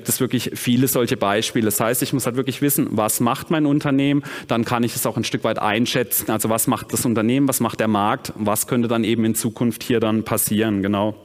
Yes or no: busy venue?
yes